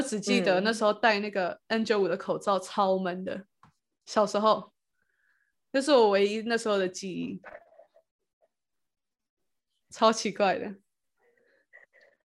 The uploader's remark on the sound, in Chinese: 我們用透過zoom用遠距的方式錄音!